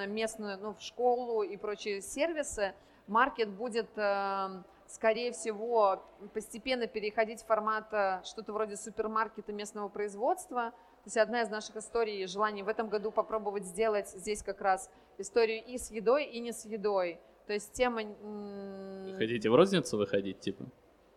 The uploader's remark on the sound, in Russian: Запись была сделана в live-формате на Маркете Местной еды